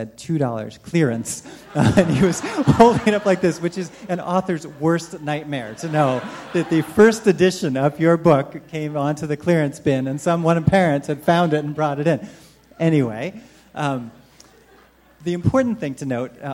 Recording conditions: live audience